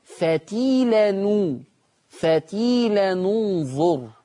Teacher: حفص كسر، ورش ضم عشان تالت حرف مضموم